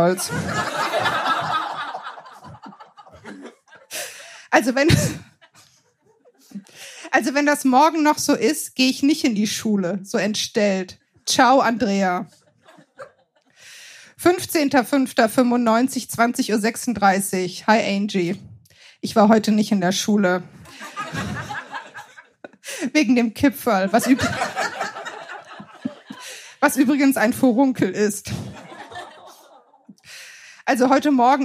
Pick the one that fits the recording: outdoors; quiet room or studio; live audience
live audience